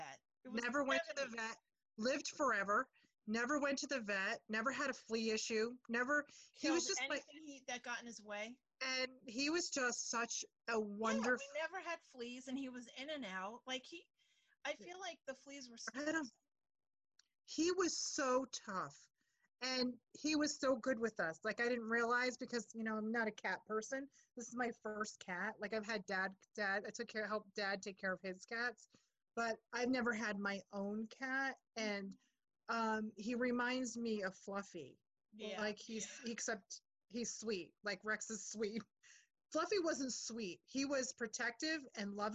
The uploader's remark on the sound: Check in over zoom.